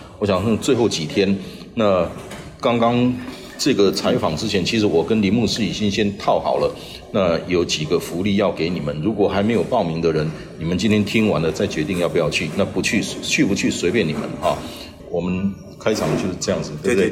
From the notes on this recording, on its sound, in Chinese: 本集於住宿公共空間進行錄音，故會出現些許背景音，若影響收聽品質請見諒!